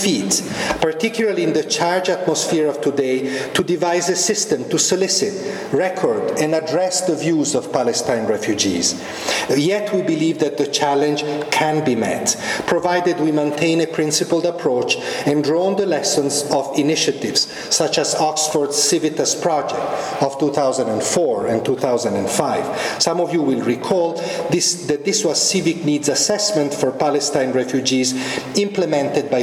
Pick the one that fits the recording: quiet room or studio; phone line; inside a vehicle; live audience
live audience